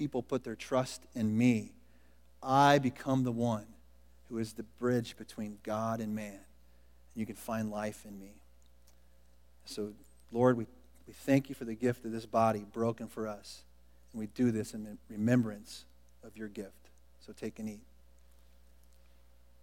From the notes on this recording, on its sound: Was recorded at The Calling Community Church located in Platte City, Missouri. Services are held at the Platte County High School Auditorium.